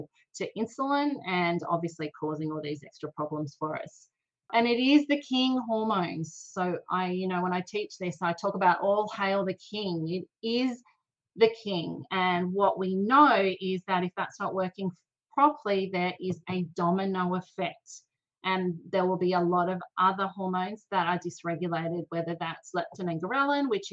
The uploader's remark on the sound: Recorded a live and interactive webinar on this topic, and she’s sharing the audio with you.